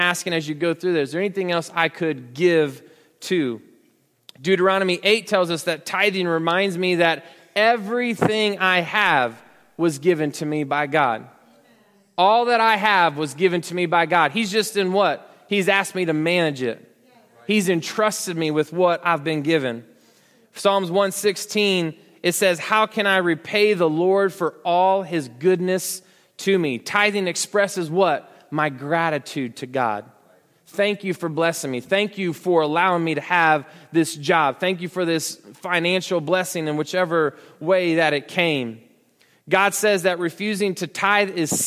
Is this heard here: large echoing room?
yes